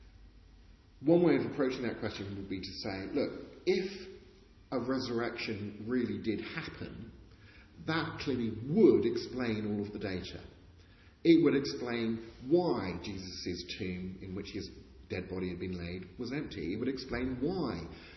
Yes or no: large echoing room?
yes